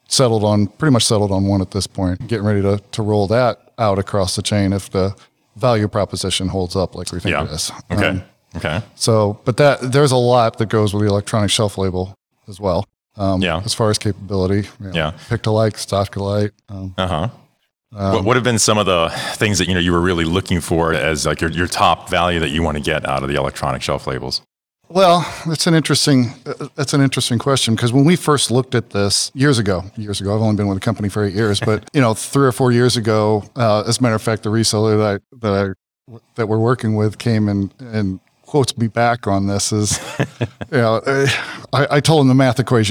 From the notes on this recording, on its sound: interviews recorded live and in-person at Groceryshop in Las Vegas, NV